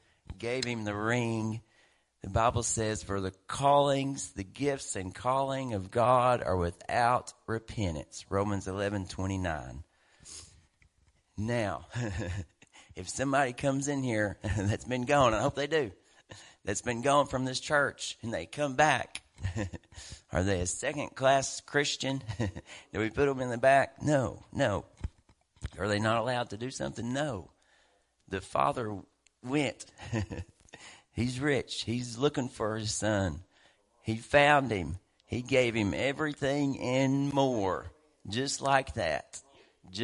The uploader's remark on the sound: WELCOME TO OUR LIVE SERVICE. Preaching at Family Worship Center in Athens Tennessee. To stream our music live over the internet.